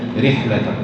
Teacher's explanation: رحلة الراء دي كسرتها لازمة فترقق · Term: ترقيق الراء